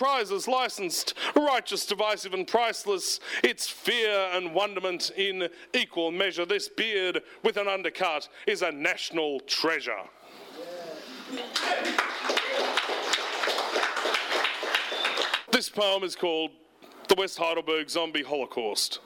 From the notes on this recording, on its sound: This archival recording is from a performance at The Dan O'Connell Hotel.